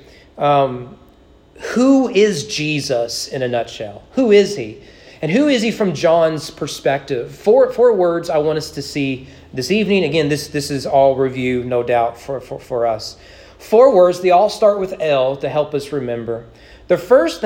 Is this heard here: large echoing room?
yes